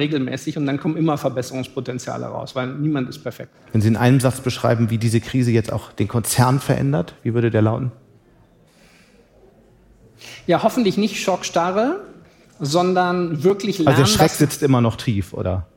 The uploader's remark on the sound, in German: Live-Podcast